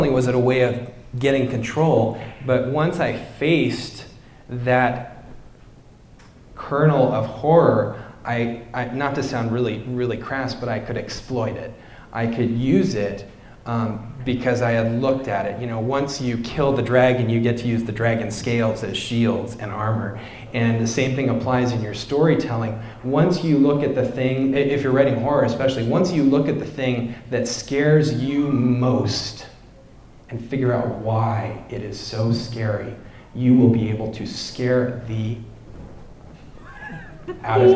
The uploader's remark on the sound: In front of a live audience at UVU.